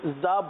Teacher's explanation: وہ جو عام جو بجائی جاتی ہے وہ نہیں ٹھیک ہے مطلب کہ دانتوں کو جب ملاتے ہیں نا تو سیٹی کی سی آواز نکلتی ہے